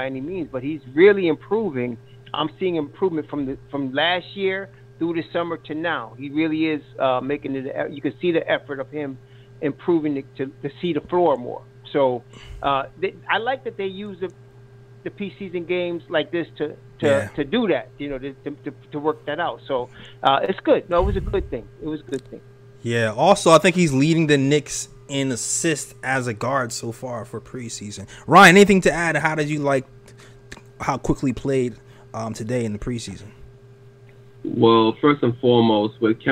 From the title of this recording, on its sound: Live Call In Show